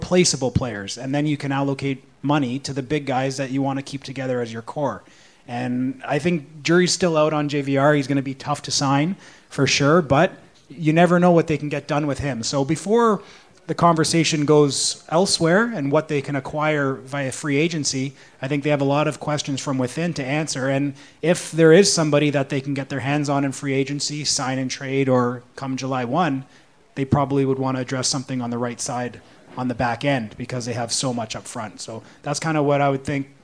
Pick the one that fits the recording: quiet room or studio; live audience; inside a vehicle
live audience